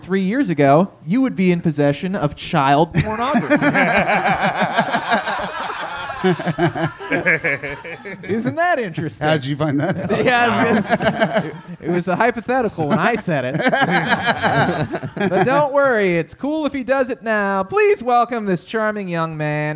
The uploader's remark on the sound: This live talk show is recorded in front of a human audience at 6:00 PM on Sundays at Chameleon in Northside, Cincinnati.